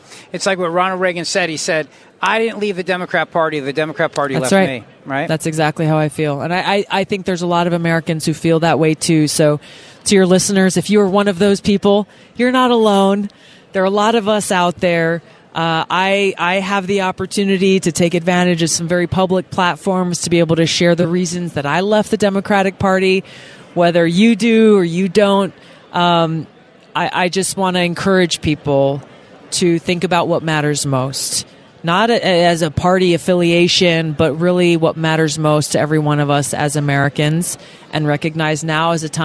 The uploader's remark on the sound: LIVE from CPAC in Washington D